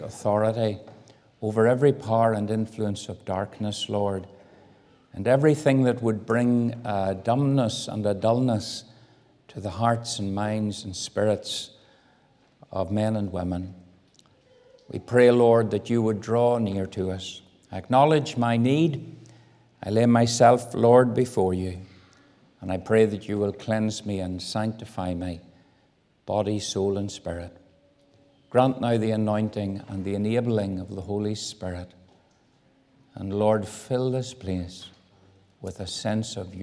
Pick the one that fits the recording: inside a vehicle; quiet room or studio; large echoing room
large echoing room